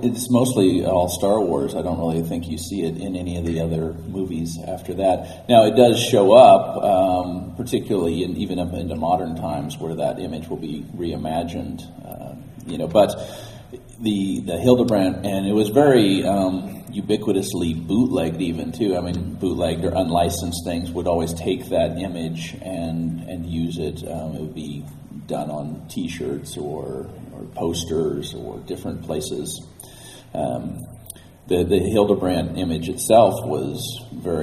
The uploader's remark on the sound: Live from Celebration Anaheim. The second issue of our audio magazine to be written and recorded at Celebration Anaheim.